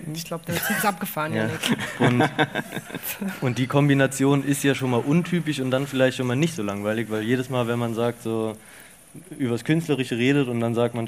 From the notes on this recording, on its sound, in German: In unserer Live-Folge. Inklusive hörbar lauschiger Sommerabendatmosphäre im Festungsgraben, brought to you by zirpende Grillen und Halsbandsittichkolonien!